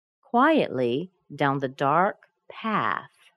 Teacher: down is not stressed. It doesn't become reduced to a schwa sound, but it's not stressed. It's just shortened or reduced.